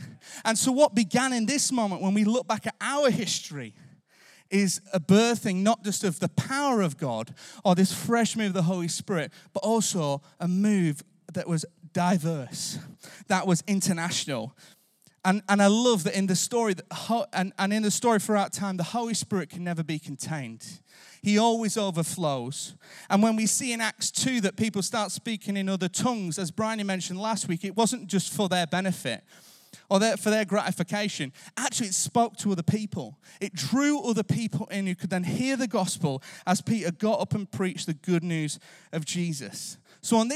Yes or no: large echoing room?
yes